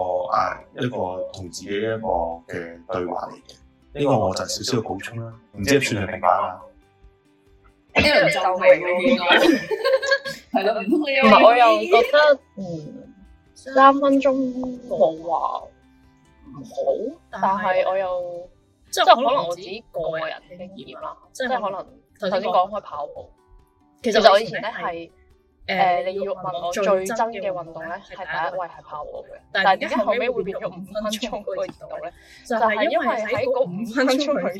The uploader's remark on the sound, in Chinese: 網上錄製聲音未完善，請多多包涵。